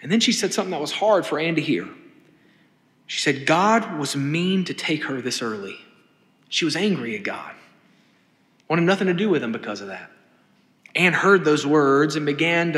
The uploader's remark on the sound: This sermon was delivered on September 10, 2023 at First Baptist Church Hendersonville, NC.